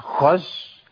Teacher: جري النفس بقى صوته قريب من الخاء